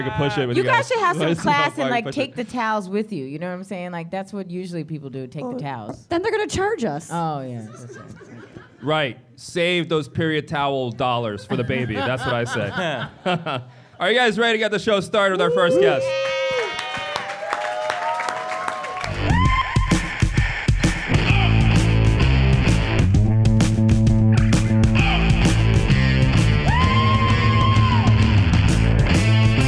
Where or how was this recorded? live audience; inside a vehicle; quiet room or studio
live audience